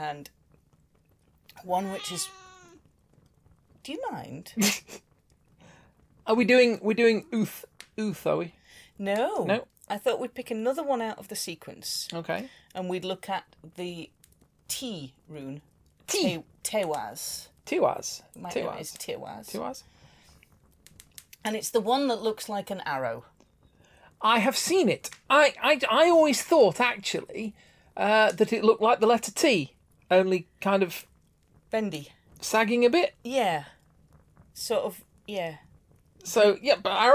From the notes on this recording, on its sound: Background fire ambience.